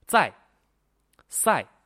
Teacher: 它第四声呢是一个降调，是快速干脆利落降下来，在，在，末尾不要出现一个转折，一个拉，像韩国人一样，啊，你好，塞哟，那就不对了。词语练习，海派海带。开塞。带来。塞外。开采。灾害。采摘。芥菜。晒台。爱戴。台海。白菜，白菜卖，拆派，卖卖，买卖，买卖，买卖，买卖，买卖，买卖，买卖，买卖，买卖，买卖，买卖，买卖，买卖，买卖，买卖，买卖，买卖，买卖，买卖，买卖，买卖，买卖，买卖，买卖，买卖，买卖，买卖，买卖，买卖，买卖，买卖，买卖，买卖，买卖，买卖，买卖，买卖，买卖，买卖，买卖，买卖，买卖，买卖，买卖，买卖，买卖，买卖，买卖，买卖，买卖，买卖，买卖，买卖，买卖，买卖，买卖，买卖